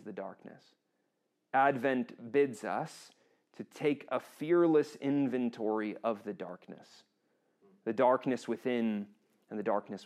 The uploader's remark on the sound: This session was recorded on December 7th 2023 at Brentview Baptist Church.